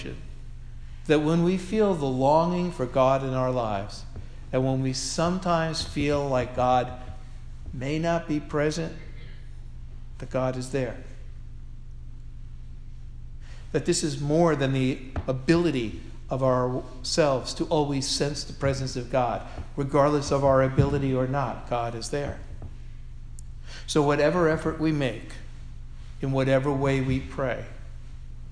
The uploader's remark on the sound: Sermon delivered on Sunday, October 23, 2016 at All Souls Parish Presbyterian Church, Portchester, New York.